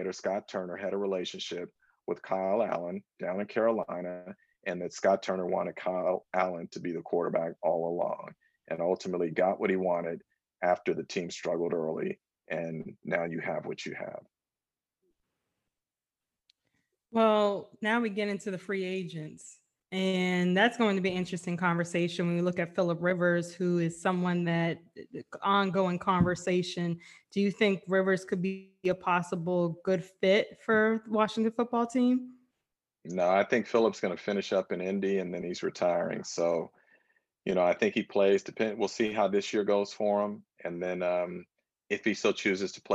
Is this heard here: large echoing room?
no